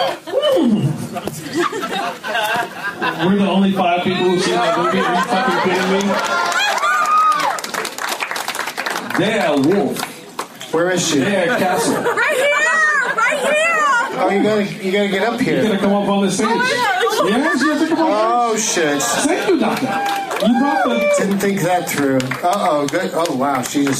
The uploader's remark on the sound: Against audience members at the Punch Line in San Francisco.